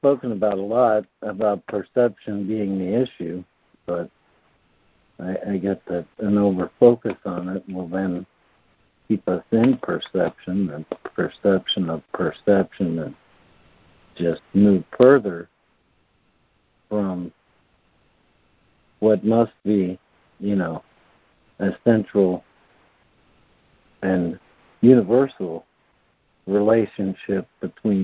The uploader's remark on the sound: ACIM Daily Conference Call.